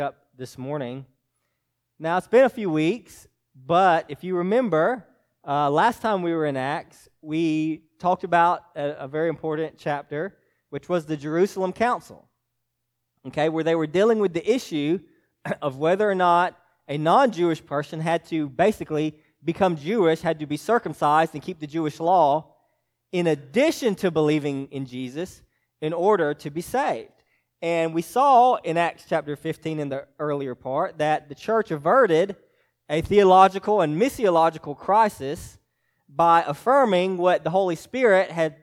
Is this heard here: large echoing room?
yes